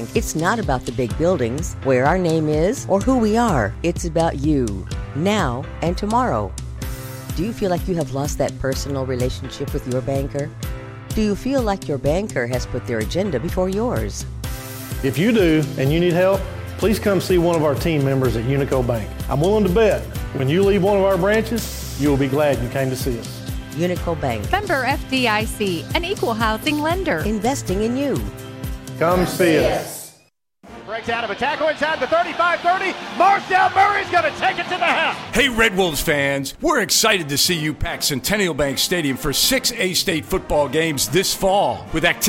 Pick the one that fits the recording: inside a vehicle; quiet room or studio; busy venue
busy venue